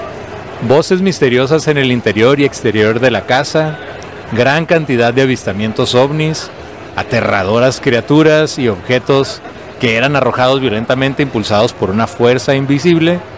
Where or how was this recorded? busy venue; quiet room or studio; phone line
busy venue